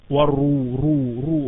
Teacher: مفخمة، مفخمة ليه؟ لأنها مضمومة